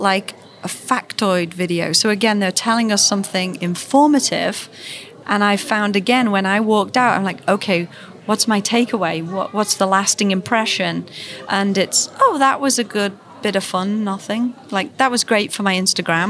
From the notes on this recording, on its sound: Coming to you live from the American Museum of Natural History. As they explore the new Gilder Center. Their on-site visit.